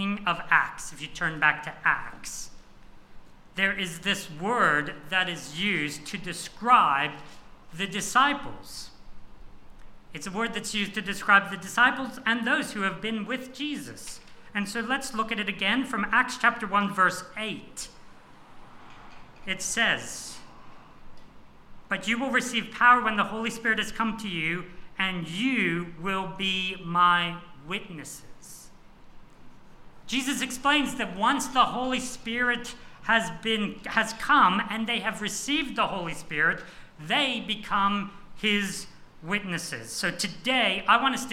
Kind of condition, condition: setting, large echoing room